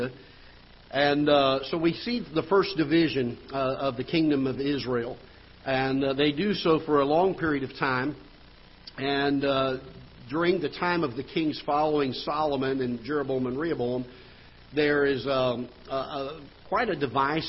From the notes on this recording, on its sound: Ketha Heights Baptist Church ~ Live Broadcast.